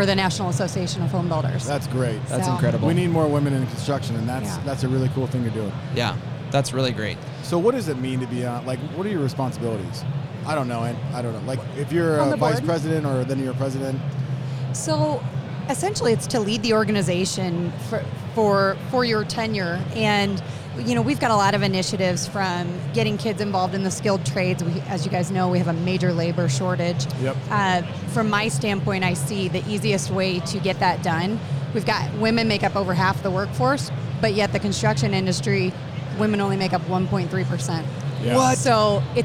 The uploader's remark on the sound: we are LIVE from Las Vegas at the International Builders’ Show!